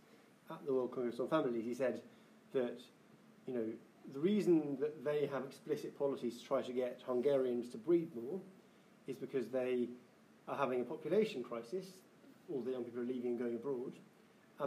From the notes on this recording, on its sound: Takes audience questions after the talk (the talk itself was not recorded).